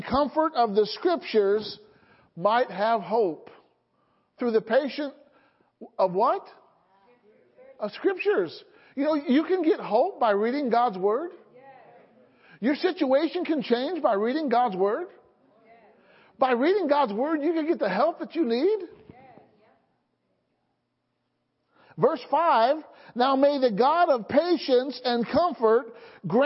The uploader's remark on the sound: Sunday Morning Service